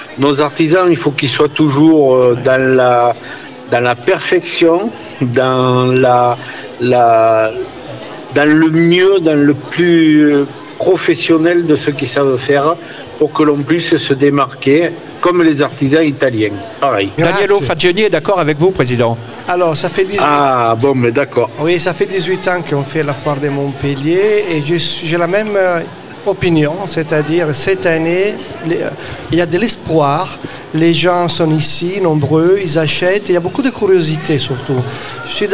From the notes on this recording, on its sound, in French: Dans le cadre de la Foire Internationale de Montpellier 2023, Radio Aviva était en direct depuis le Hall B2 pendant neufs jours.